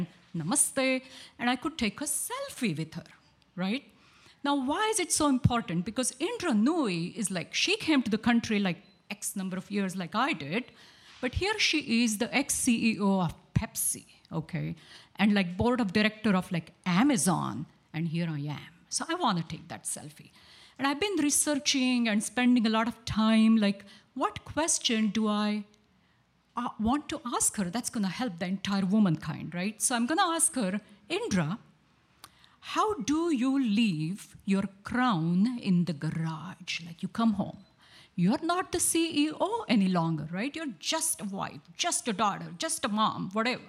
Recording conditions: live audience